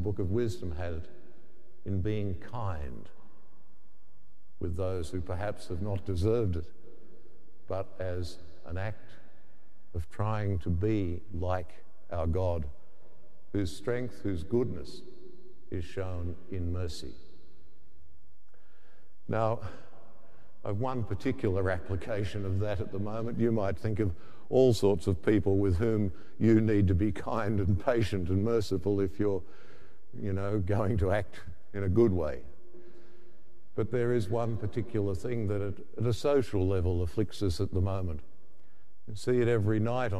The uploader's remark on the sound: The homily from Sacred Heart Cathedral, Hamilton